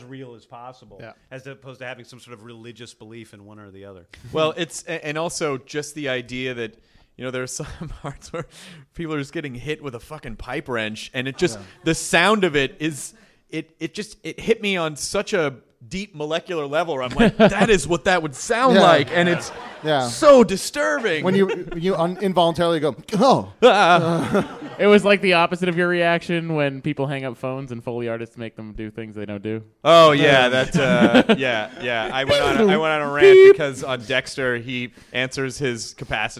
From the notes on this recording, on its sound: Our first live podcast